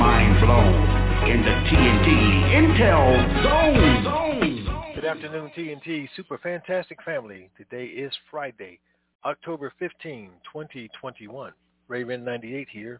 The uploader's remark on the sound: TNTSuperfantastic Conference Call.